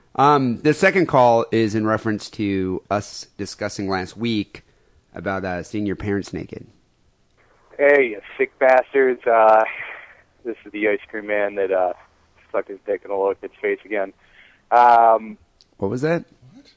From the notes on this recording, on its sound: Phone calls